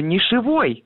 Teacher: в словарях зафиксировано слово «нишевой» с ударением на окончании